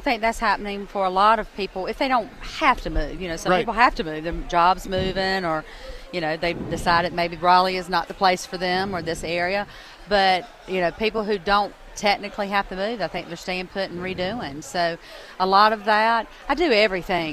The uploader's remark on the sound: broadcast live from the North Carolina State Farmers Market.